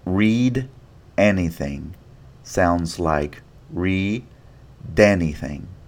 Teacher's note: Do you hear how the D sound has moved to the beginning of the next word? · Term: liaison